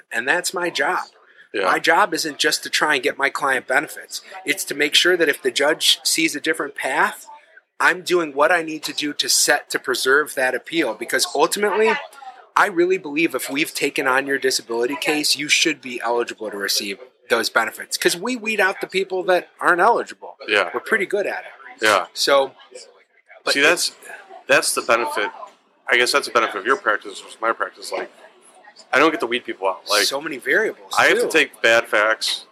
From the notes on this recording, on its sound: This episode was recorded at Stownut Donut & Diner.